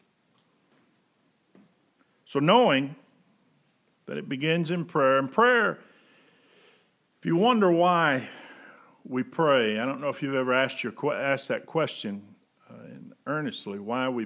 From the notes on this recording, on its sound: Preached September 6, 2020 at General Baptist Church God's House of Prayer in Fairborn, Ohio